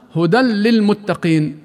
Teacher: لكن الفرق هنا أننا عند اللام والراء ندغم النون والتنوين معها، فلا يظهر النطق بهما، وكذلك ليس فيهما غنة. فنقول مثلا هدى للمتقين، لاحظ كيف أدغمنا وبدون غنة، من ربكم.